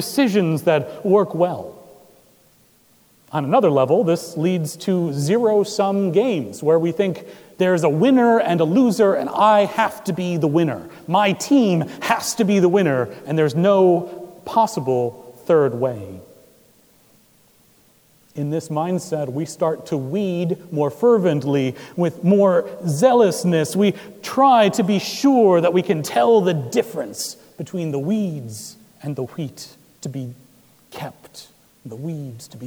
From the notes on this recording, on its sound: Recorded July 23, 2017 at Trinity Presbyterian Church in Bixby, Oklahoma.